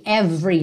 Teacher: Every, você não pronuncia o E do meio